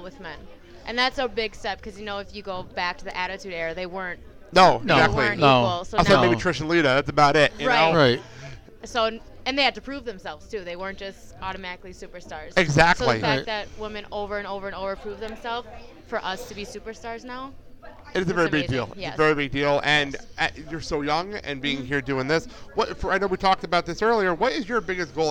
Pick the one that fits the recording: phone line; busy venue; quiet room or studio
busy venue